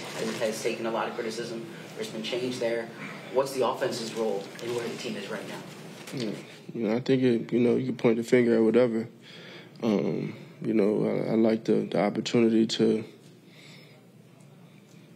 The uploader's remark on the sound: Monday Night Football Postgame Press Conference.